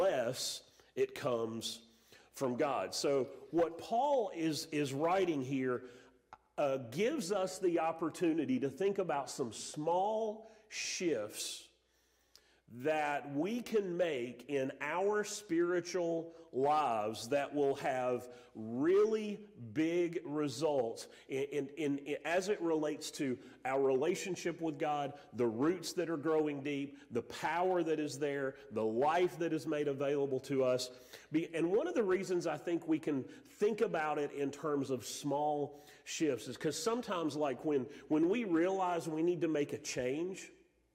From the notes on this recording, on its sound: Sermon audio from Mission Church in Locust, NC.